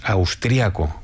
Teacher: En España normalmente decimos austriaco, con el acento prosódico en la segunda A